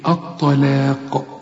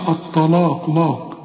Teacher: هنا في ناس كتير قوي تيجي تقول لك الطلاق، دي أول غلطة، الطلاق لاق، لا، هنا الطاء هنا مفخمة واللام والمد بتاعها مرقق والقاف مفخمة · Shown in: first take